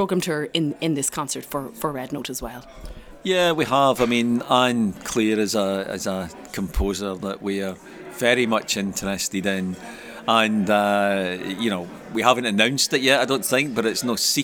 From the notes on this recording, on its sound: Recorded at this year’s Huddersfield Contemporary Music Festival